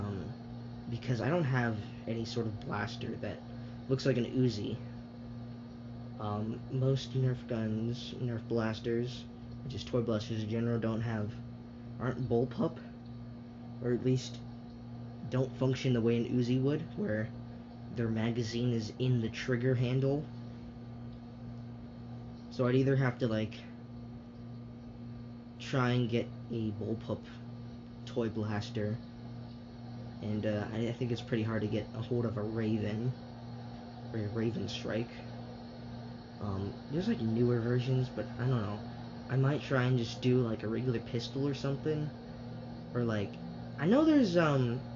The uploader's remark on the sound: Sorry about the background noise, my air conditioner was on at the time.